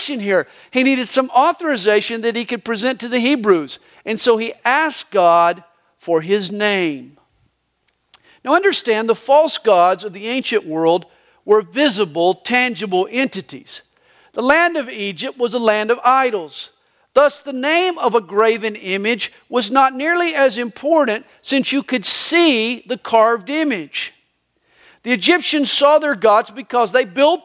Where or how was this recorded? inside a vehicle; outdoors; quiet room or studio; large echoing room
large echoing room